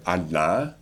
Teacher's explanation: the important word Allah, which is a geminate on the L sound